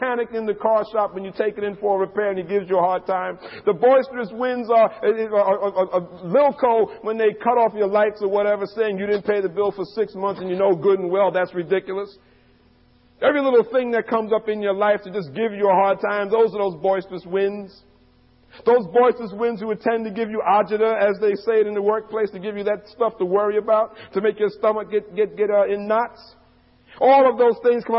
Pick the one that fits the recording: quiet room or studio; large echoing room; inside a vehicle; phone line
large echoing room